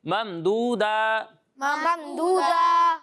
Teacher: دال کو موٹا نہیں پڑھتے، دال کو باریک پڑھتے ہیں